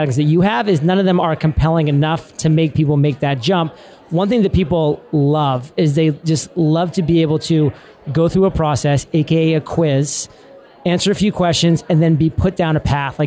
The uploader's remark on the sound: LIVE RECORDING of an Entrepreneurs ON FIRE episode from Traffic and Conversion Summit 2018! This episode is recorded live at the Traffic & Conversion Summit's podcast booth.